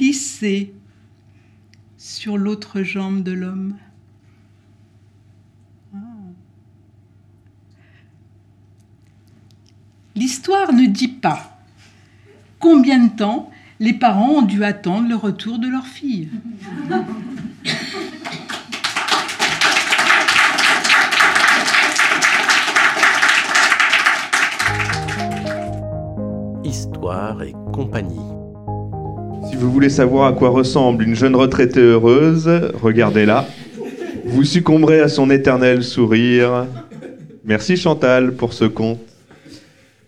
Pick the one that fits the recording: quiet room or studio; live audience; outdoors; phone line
live audience